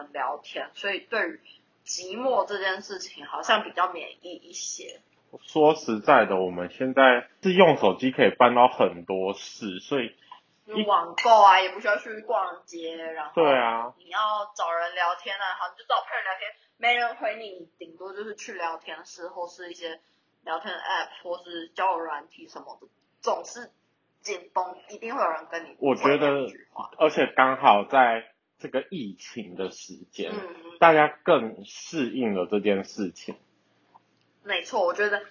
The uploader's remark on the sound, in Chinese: 第一次的試錄，有一些音質上的瑕疵煩請見諒～。